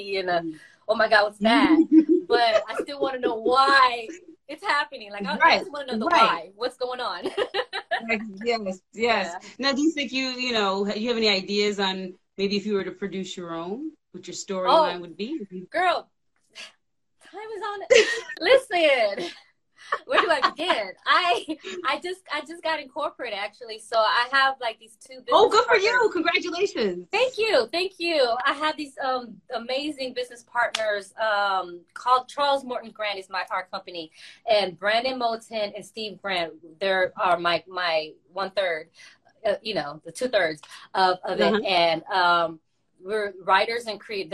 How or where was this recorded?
video call